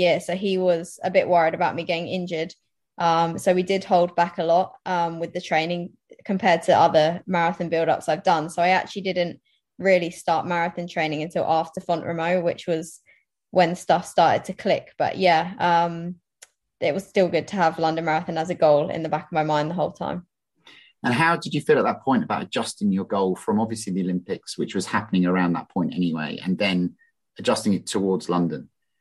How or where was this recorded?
video call